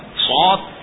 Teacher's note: صاد زبان کو موڑ کر تالو سے لگانا پڑتا ہے، اس کو موٹا کیا جاتا ہے